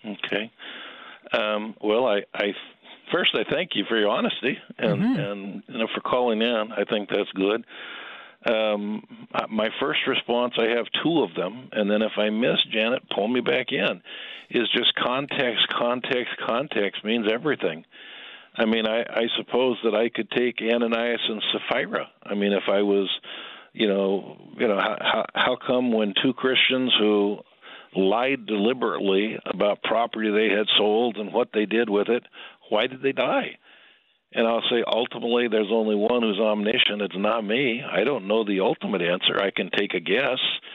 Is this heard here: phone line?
yes